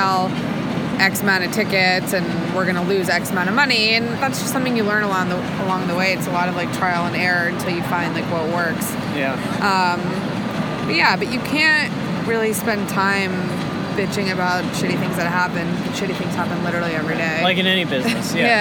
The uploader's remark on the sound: ditch the boardroom for a sidewalk cafe on the busy streets of NYC